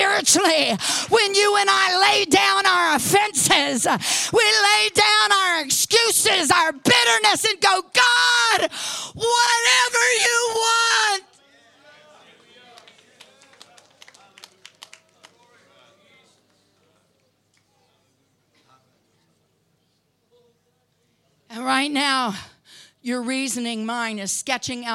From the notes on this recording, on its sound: Preached at Deep Calleth Deep Conference , 5 Dec Morning Service